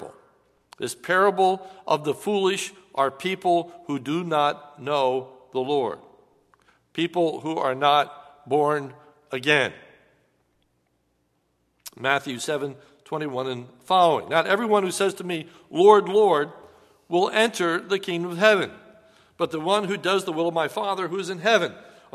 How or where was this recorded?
large echoing room